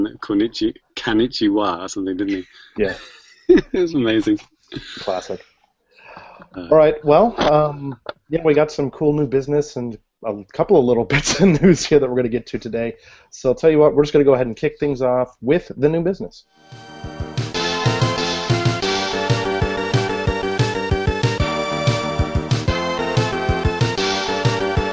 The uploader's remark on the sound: Recorded LIVE via Google Hang Outs on Air